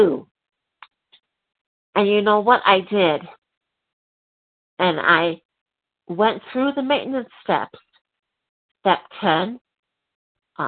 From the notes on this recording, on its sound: from the 100 Pounders Phone Meeting